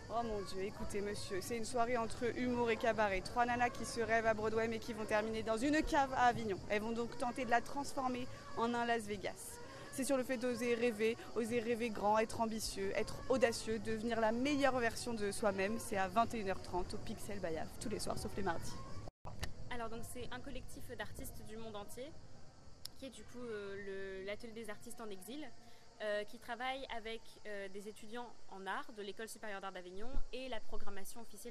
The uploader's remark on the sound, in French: Micro Trottoir Festival d'Avignon 2022. Une balade microphonique dans Avignon, à la recherche de thèmes relatifs à l'ambiance du Festival de théâtre.